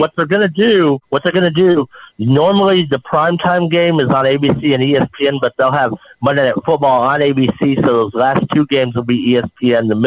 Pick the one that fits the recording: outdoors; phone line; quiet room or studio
phone line